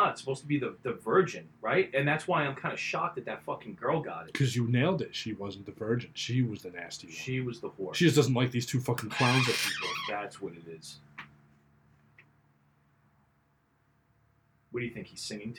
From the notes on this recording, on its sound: Please forgive the audio quality. The show experienced technical difficulties.